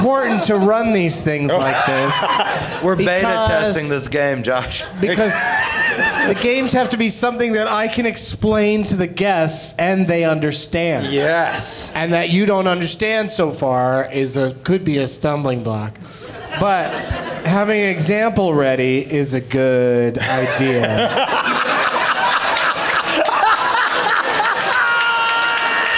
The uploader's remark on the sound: Live from the Comedy Zone in Greenville, SC